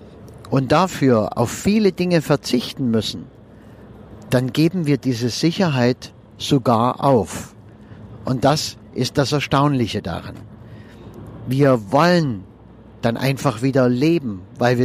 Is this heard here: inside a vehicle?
yes